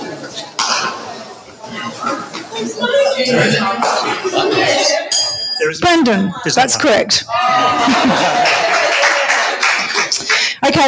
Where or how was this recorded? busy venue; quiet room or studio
busy venue